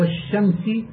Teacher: فتجعل اللام في نحو والشمس شينا · Term: إدغام